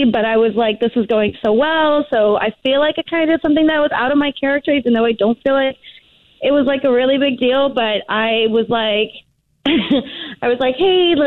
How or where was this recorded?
phone line